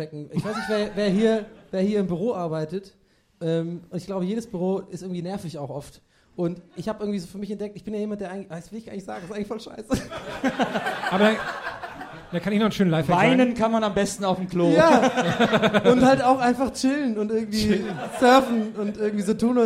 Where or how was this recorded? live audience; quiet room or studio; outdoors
live audience